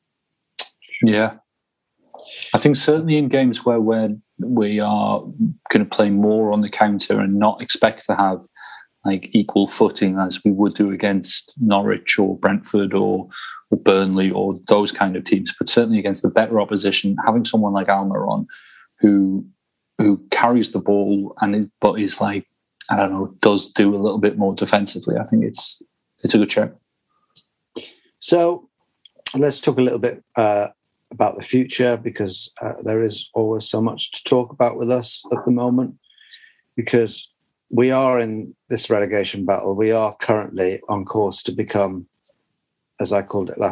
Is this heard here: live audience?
no